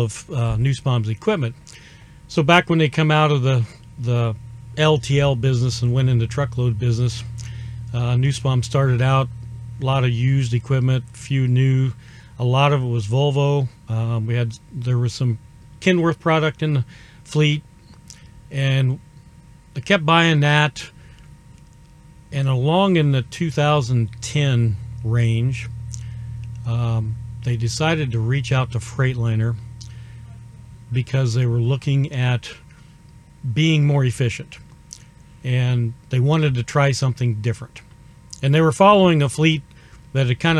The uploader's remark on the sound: Recorded in the lounge of a 2023 Freightliner Cascadia